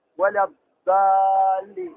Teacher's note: هناك أصوات جديدة مخترعة للناس في هذا الزمان في الضاد، فبعضهم يخرجها دالا مفخمة، ولا الضالي، هذه دال، هذه دال.